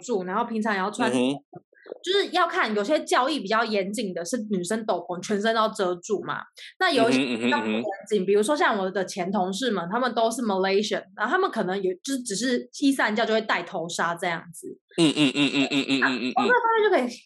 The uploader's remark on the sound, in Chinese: 本集節目使用 Zoom 遠距錄音，固有音質不佳、斷訊之情況敬請見諒。